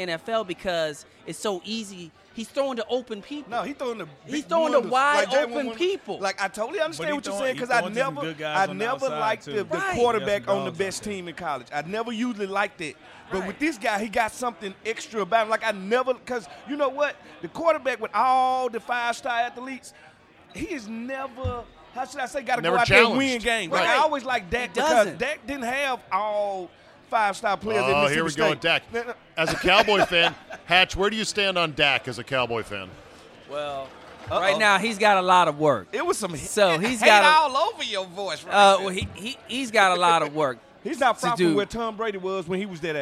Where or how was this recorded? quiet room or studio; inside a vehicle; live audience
live audience